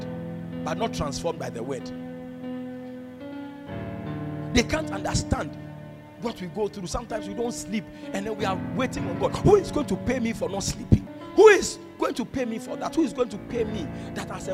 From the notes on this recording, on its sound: This message was preached on 20th February, 2022 at the ATU Auditorium.